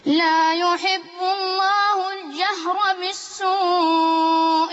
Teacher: ناخد بالنا من حاجة، اللام عندي لام شمسية مظهرة واللام قمرية؟ لام قمرية مظهرة، فتظهر معايا وما تختفيش، ما تبقاش شمسية